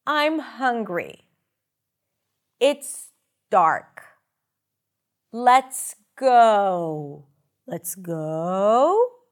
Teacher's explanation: falling intonation, usually associated with statement, where we start and then we drop down